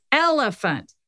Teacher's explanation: I'm stressing that first syllable and then jamming the others really quick